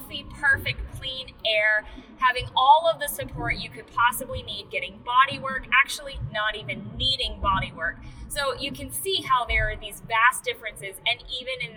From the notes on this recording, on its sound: Car trips between prenatals can be inspirational, but funky on the audio quality.